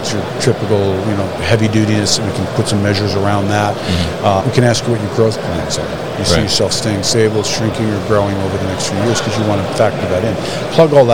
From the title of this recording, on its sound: Enersys at MODEX 2022